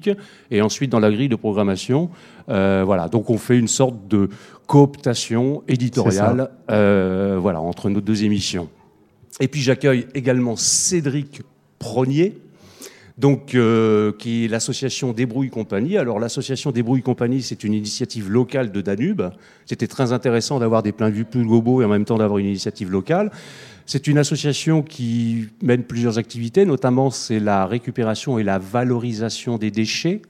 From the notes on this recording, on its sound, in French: questions et discussions avec le public présent